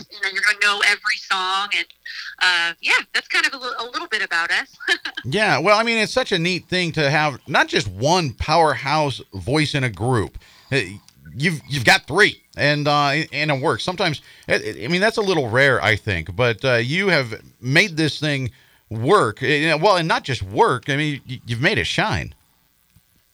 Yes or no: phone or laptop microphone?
no